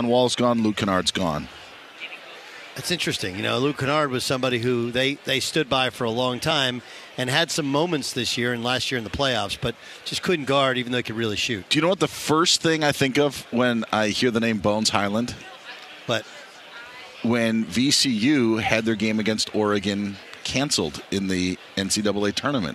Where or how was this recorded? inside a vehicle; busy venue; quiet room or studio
busy venue